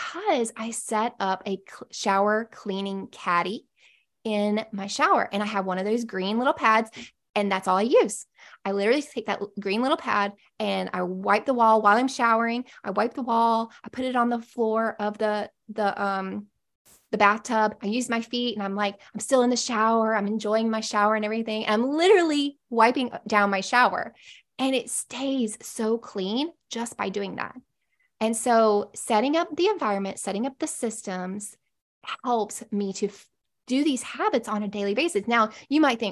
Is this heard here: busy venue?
no